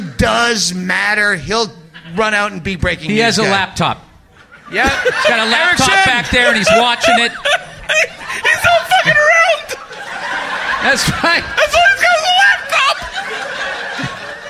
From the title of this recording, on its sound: Live from the Comedy Store